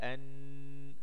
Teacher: المخرج السادس من المخارج الخاصة المرتبطة باللسان وهو مخرج حرف النون. النون تخرج من طرف اللسان فوق مخرج اللام بقليل